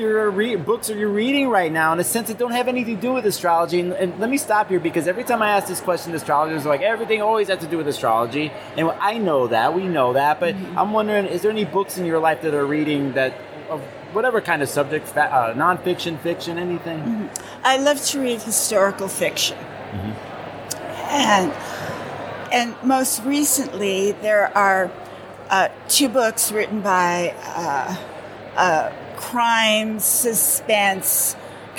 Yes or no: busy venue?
yes